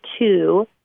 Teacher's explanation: the number 2 is pronounced T-O-O and doesn't have that W sound, whereas almost every other word in the English language that has a T and a W, like twang or tweed, you hear the W.